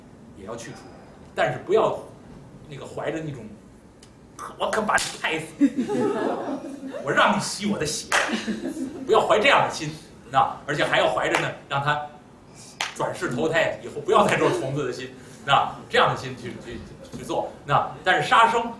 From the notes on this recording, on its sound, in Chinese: 本期录音有问题 音质不好请见谅